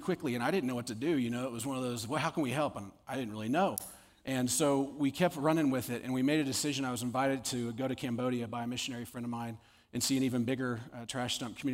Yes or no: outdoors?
no